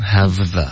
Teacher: 你要从一个 v 直接滑到一个 the · Term: 滑动